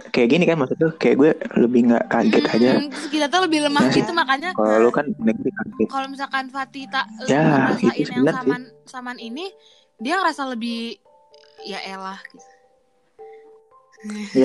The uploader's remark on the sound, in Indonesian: Maaf soundnya rada jelek dan ada sedikit percekcokan kamu di dalamnya.